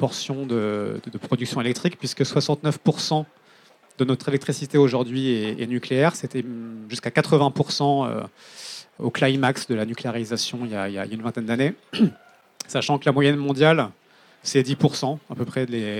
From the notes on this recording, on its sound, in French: Conférence enregistrée en public à la REcyclerie, en partenariat avec le média Futura.